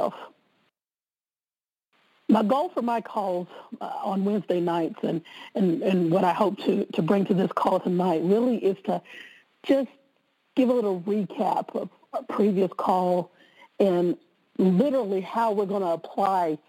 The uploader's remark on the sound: conference-call based classes